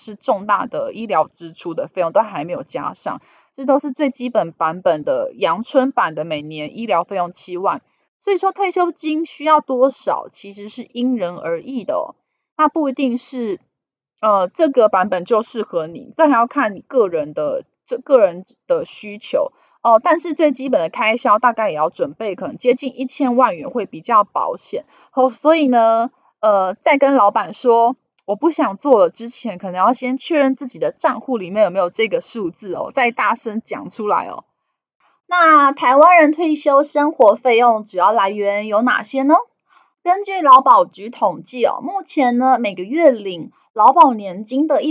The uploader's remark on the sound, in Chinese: 本集有些許雜音，已亟力避免，如有察覺請多多包涵